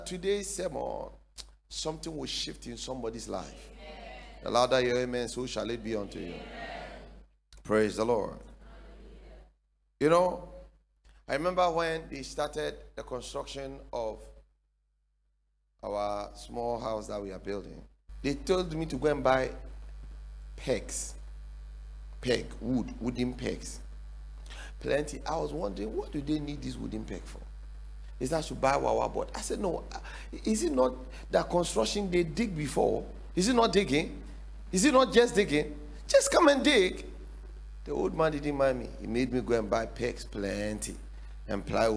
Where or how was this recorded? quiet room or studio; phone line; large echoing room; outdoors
large echoing room